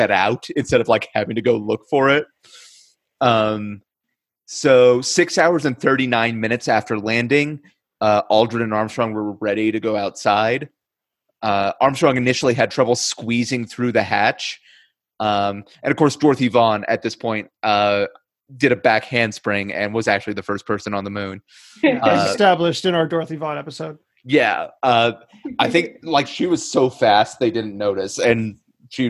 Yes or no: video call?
yes